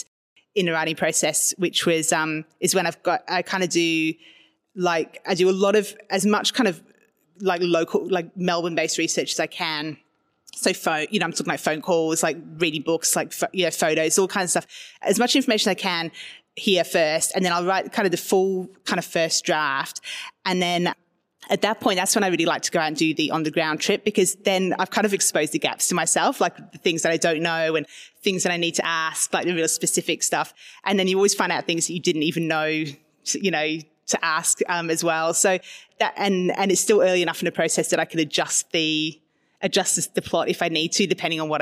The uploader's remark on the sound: at their recent live event